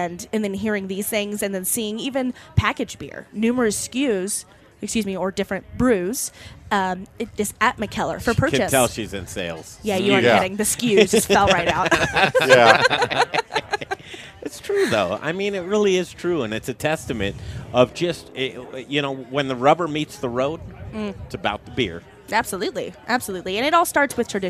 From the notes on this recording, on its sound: The Modern Eater Show is broadcasting live on Denver’s Talk Station 630 KHOW from Bruz Beers after the Belgian Brew Fest! The Modern Eater Show is broadcasting live on Denver’s Talk Station 630 KHOW from Bruz Beers after the Belgian Brew Fest!